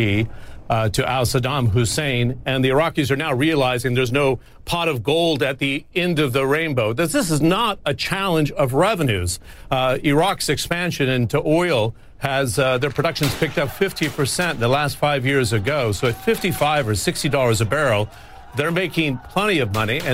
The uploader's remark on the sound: live from the New York Stock Exchange